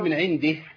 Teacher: الصلة بتسقط عند الوقف، وطبعا الهاء بتسكن